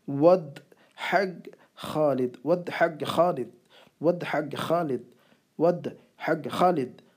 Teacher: ہگ ہگ ہگ حلق سے نکالنا ہے اس کو · Term: حفظ والی ہا